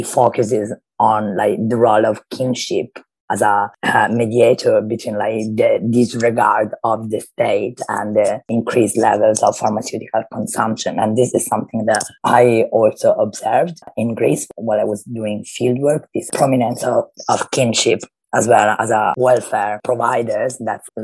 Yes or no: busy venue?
no